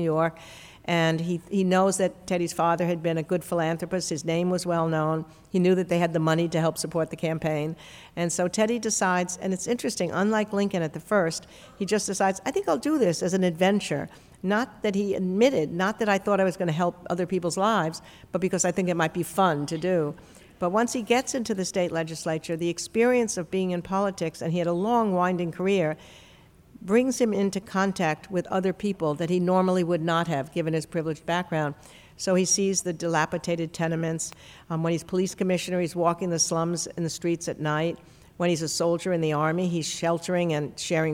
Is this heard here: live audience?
yes